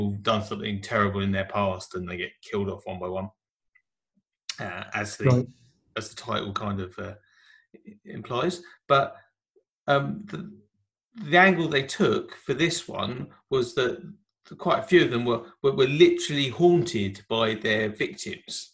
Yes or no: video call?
yes